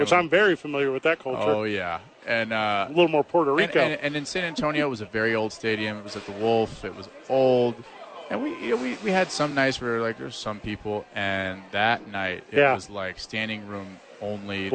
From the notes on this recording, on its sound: Live from Isotope Park.